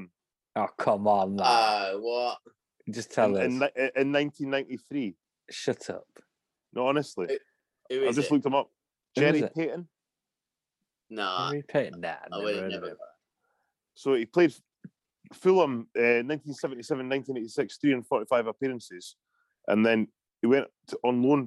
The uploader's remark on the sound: Zoom to the rescue! Raise a glass from the comfort of their homes!